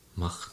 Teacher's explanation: Also es ist bei den meisten EN-Endungen völlig korrekt, das E nicht zu sprechen, sondern von dem Konsonanten vor dem EN direkt aufs N überzuwechseln.